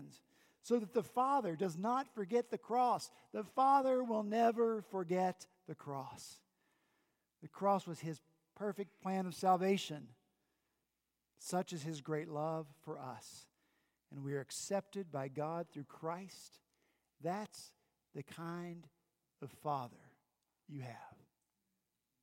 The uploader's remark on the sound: At Redeemer Presbyterian Church in Charleston, SC